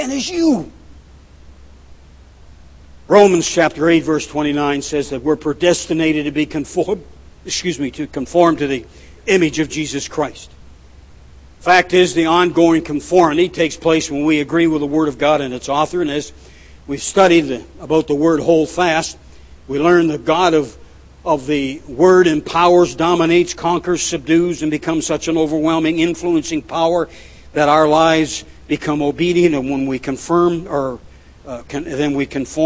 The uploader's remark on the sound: at The People’s Church of Somerville, NB